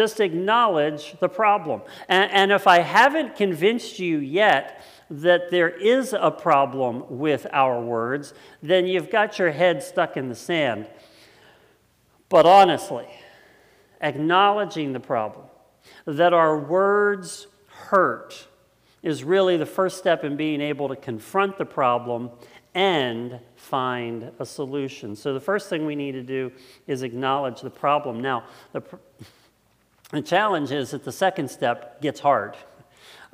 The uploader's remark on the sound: It was originally preached on Sunday August 23rd 2020 at Linglestown Life Church in Harrisburg Pennsylvania.